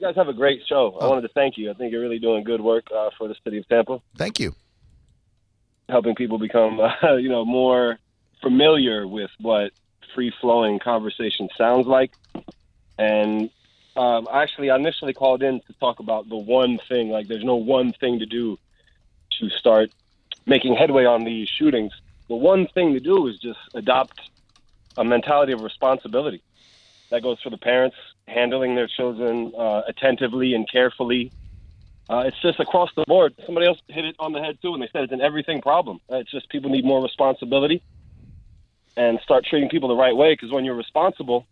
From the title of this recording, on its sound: called in to a radio show